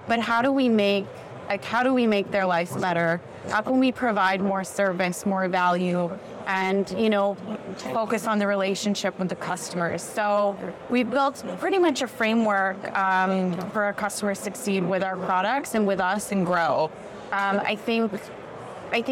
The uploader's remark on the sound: live from FinTech Connect